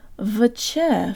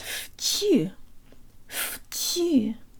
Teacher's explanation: First, the V sounds like an F. · Shown in: second take · The Ch is pronounced with the tongue very high and forward in the mouth, and the Y sounds like an E.